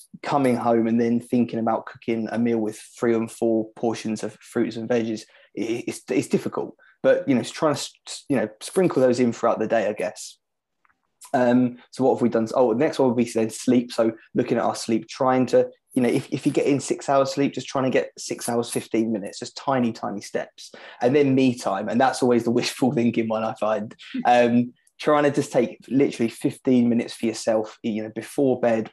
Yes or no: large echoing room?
no